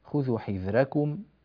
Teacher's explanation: الراء هنا مرققة، راء حذركم جاءت مفتوحة وقبلها ساكن قبله مكسور